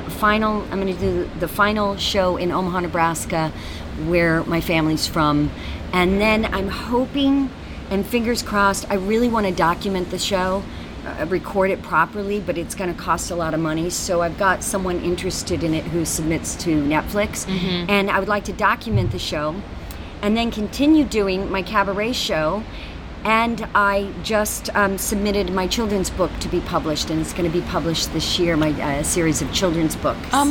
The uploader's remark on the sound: Chats live from Adelaide Fringe 2019. Chats live from Adelaide Fringe 2019. LIVE at the Adelaide Fringe Festival.